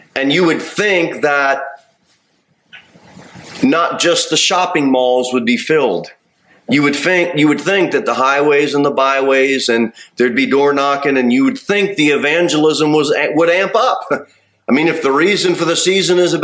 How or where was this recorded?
large echoing room